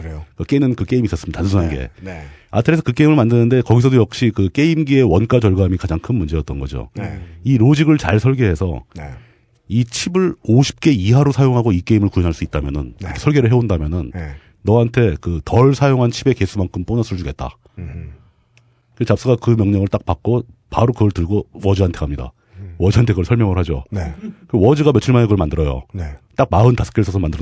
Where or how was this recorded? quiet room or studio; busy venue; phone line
quiet room or studio